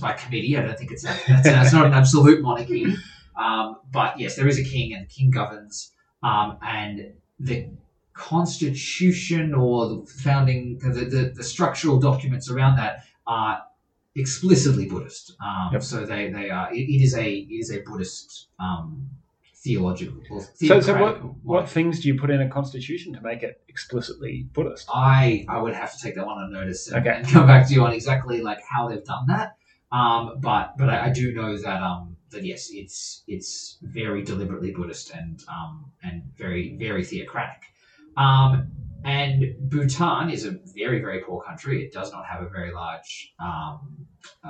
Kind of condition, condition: fault, poor sound quality